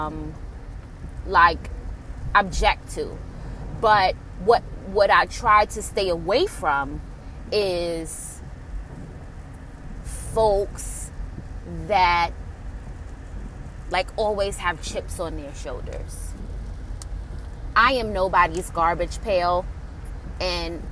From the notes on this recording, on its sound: Enjoy the sound of the rain pounding on windshield of my vehicle.